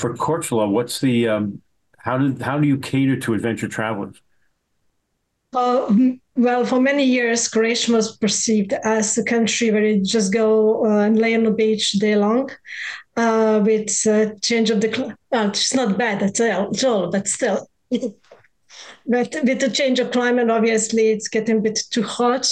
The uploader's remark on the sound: Virtual RoadShows Panel